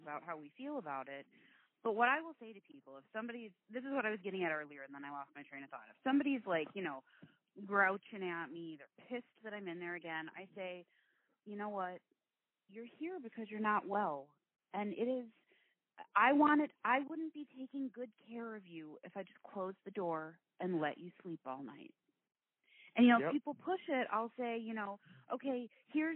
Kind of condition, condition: link, phone line